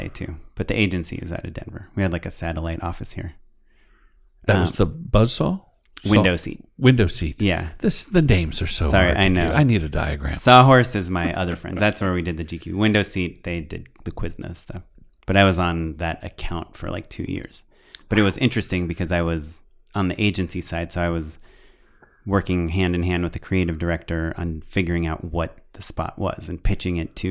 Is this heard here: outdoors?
no